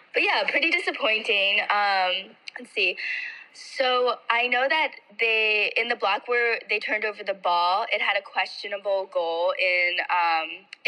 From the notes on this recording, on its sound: We have a first episode doing a call in set up